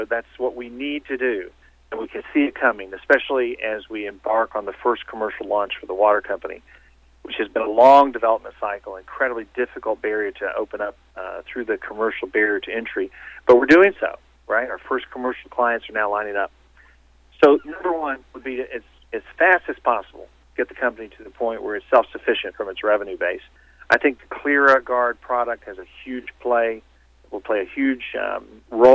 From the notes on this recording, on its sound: called in to SmallCapVoice